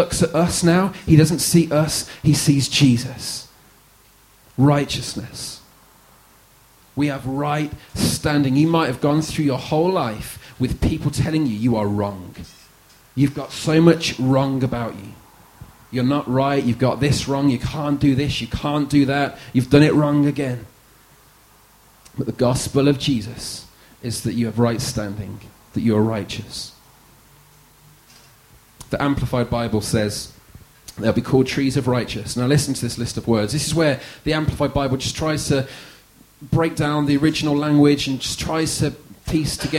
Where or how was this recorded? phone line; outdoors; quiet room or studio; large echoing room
large echoing room